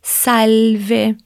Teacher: prestando atenção ao som do L, onde a língua sobe lá atrás dos dentes superiores, fica um pouquinho lá e desce.